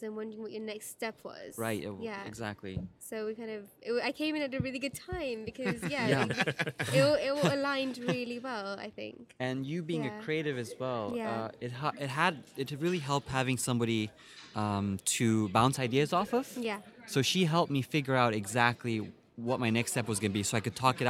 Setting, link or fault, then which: setting, busy venue